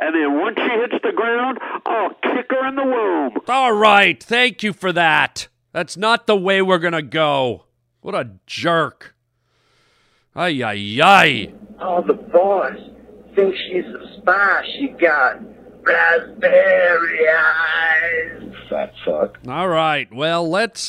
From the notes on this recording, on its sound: Phone calls from listeners. An angry PILOT calls the show.